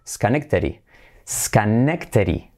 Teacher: La D última se hace como una R suave.